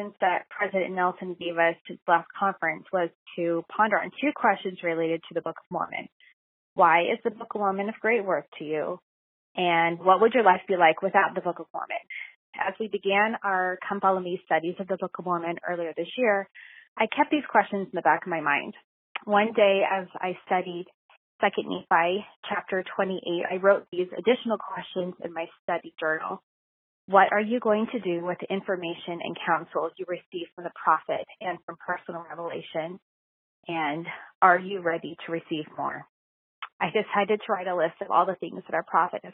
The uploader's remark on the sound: Listener Call-in Show. Today you get to hear from 11 women who called in and shared the blessings they have seen.